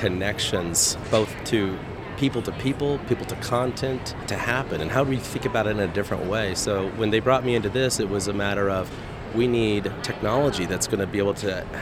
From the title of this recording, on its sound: Live from #IMEXAmerica